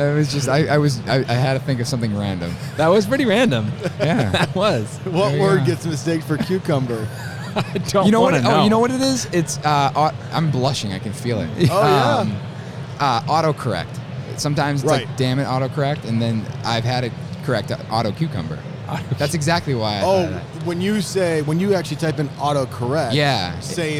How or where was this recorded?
busy venue